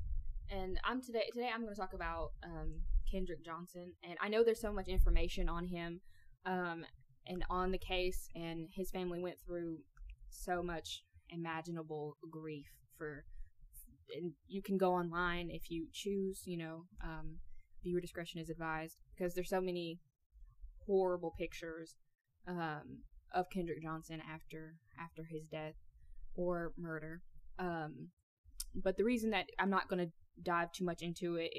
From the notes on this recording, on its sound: the sound quality which we are working